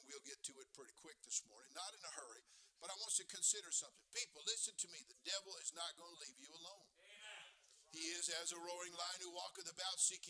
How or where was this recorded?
large echoing room